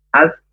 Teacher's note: jelas S-nya jangan sampai menjadi sin yang besar · Term: huruf sin